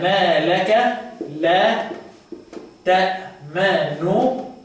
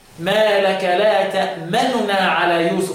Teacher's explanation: يبقى النون هنا مخفاة لكل القراء السبعة مخفاة أي مختلسة · Term: ضمة مختلسة